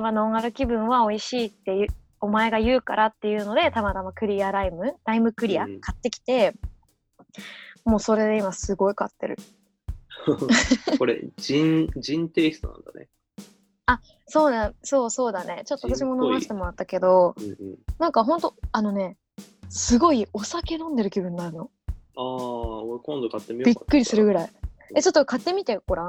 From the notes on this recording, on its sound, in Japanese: 今回もオンライン収録です。